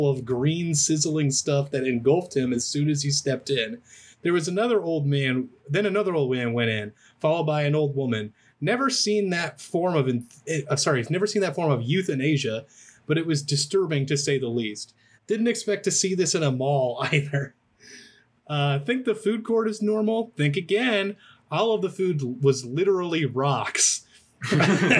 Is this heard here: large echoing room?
no